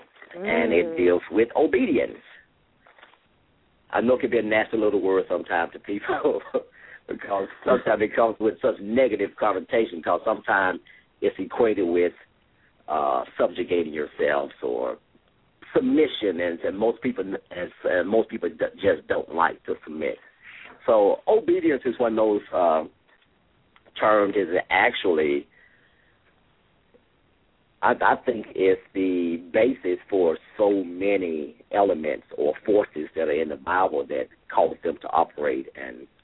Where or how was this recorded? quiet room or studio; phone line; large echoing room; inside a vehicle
phone line